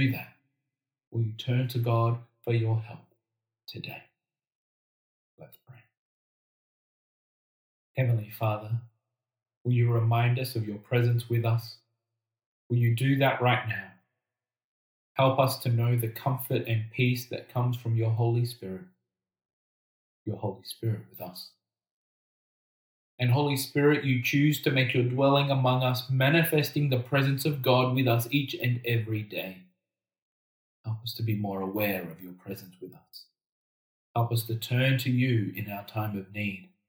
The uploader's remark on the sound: Apologies for this week's recording quality.